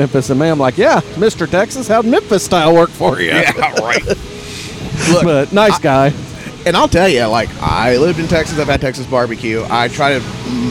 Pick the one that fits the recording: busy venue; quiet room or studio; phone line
busy venue